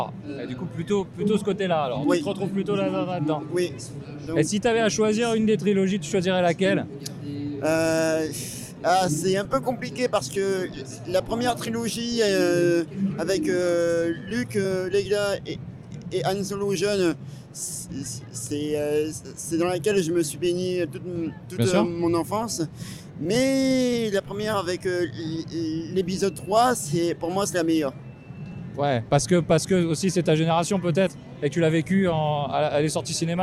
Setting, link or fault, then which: setting, busy venue